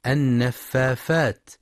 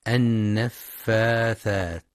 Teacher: وفي قوله تعالى ومن شر النفاثات في العقد، هناك خطأ شائع في كلمة النفاثات خاصة عند صغار السن، حيث يبدلون الثاء فاء النفافات، فلينتبه لنطقها الصحيح بالثاء النفاثات · Shown in: second take